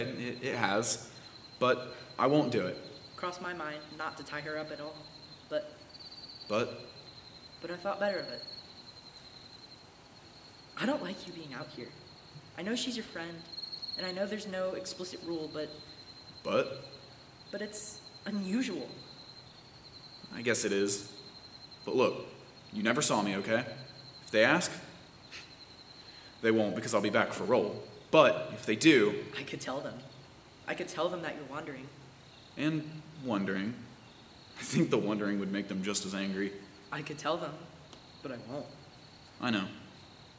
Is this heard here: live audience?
yes